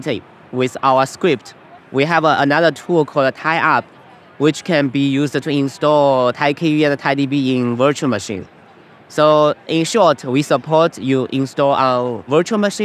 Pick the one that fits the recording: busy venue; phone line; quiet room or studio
busy venue